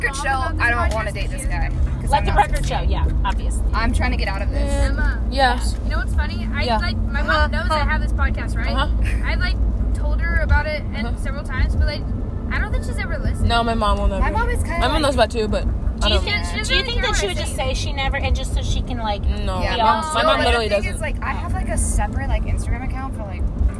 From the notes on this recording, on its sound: This time we are driving home from the camp out.